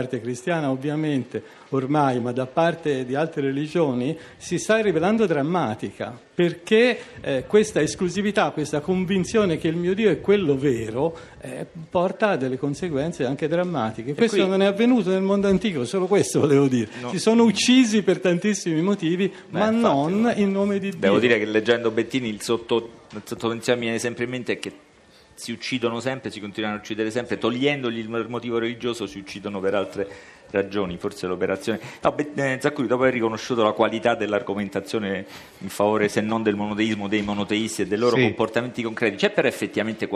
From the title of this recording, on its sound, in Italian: Fahrenheit al Festivaletteratura di Mantova